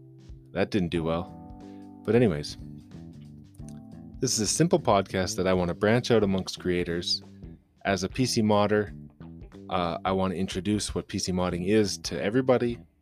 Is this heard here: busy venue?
no